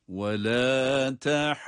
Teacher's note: Vad harfine dokununcaya kadar ha'yı uzatarak okuyoruz. · Term: meddi lazım